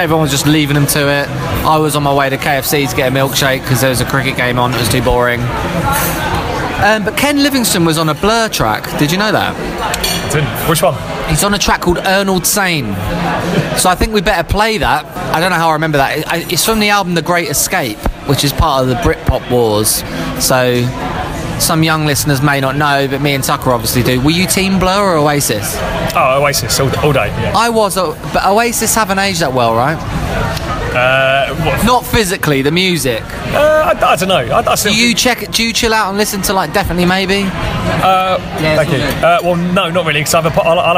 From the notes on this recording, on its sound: comes to you live from Nando's